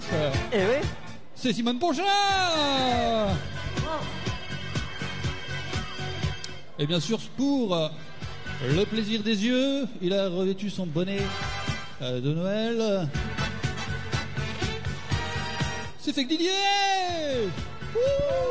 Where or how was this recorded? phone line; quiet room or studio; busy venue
busy venue